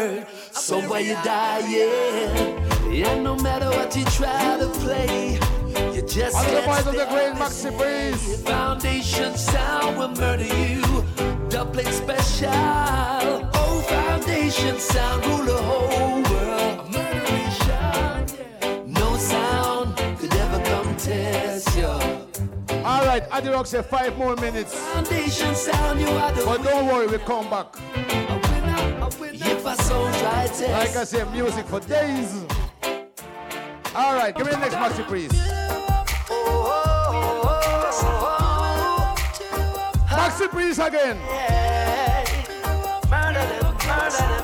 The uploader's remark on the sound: this is the Audio of the Dance